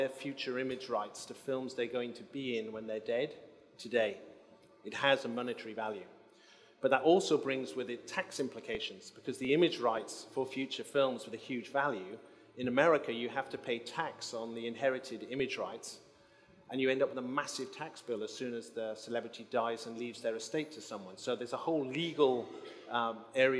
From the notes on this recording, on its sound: Recorded at New Blood Festival 2019 in London